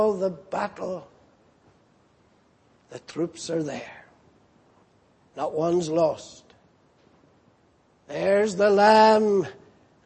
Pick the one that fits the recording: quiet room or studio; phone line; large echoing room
large echoing room